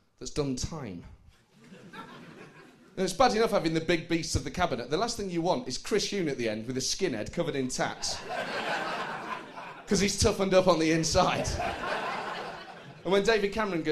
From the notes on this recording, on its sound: Recorded live at the St James Theatre.